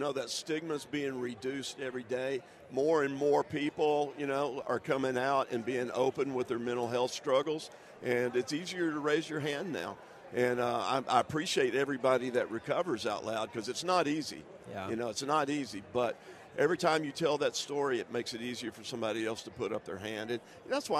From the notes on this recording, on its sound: LIVE from Radio Row in Las Vegas!